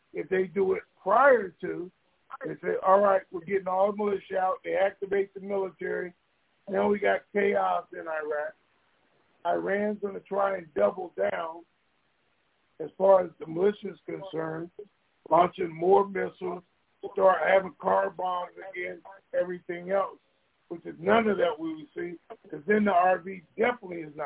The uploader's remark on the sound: TNTSuperfantastic Conference Call